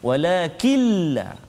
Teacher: nun mati bertemu dengan lam wala killa jangan bunyi nun lagi